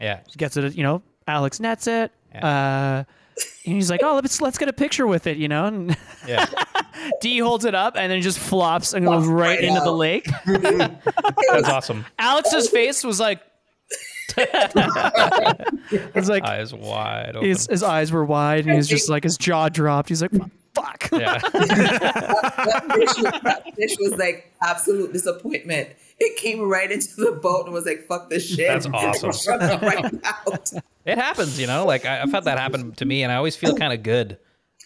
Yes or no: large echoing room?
no